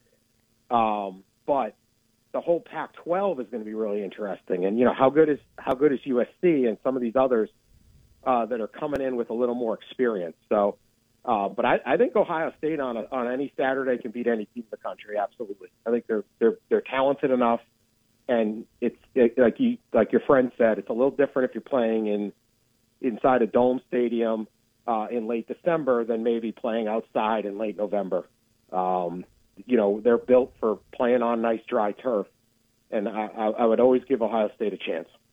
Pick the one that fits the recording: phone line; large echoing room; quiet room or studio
phone line